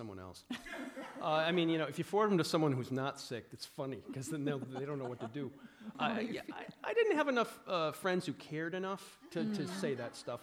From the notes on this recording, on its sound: For the Betabrand podcast theater, recorded with a live studio audience at the apparel company's San Francisco headquarters on October 17, 2019.